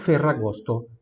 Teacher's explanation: Esse R bem tremido, tá?